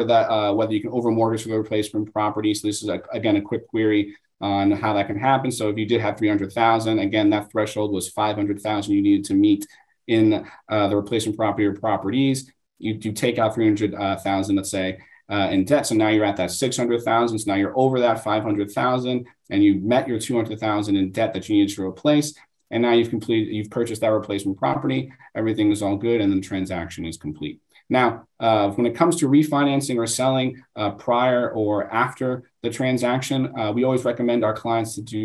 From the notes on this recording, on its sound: This podcast includes an audio version of the webinar